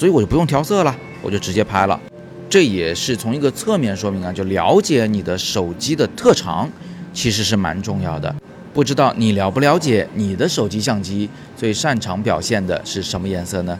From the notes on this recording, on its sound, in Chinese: 今天是在外边录音，稍微有点噪音，请大家见谅。